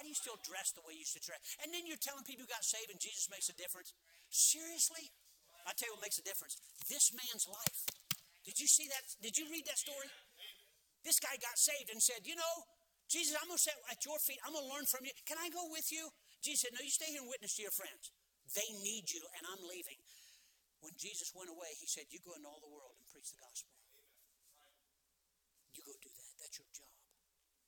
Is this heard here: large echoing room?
yes